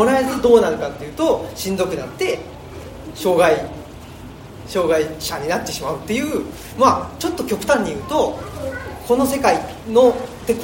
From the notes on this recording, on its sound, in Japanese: 生駒市某所自治会館で行なわれた。オムラヂ汗まみれ 公開収録に。